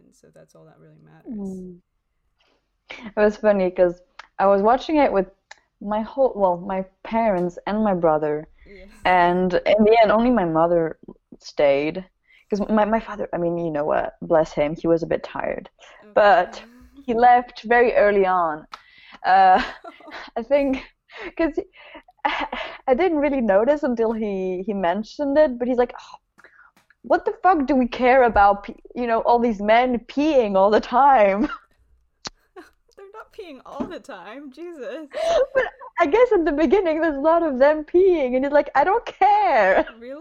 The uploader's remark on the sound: Nor are we even in the same country! As we had to record over video call, the audio is pretty unbalanced and for that I apologise.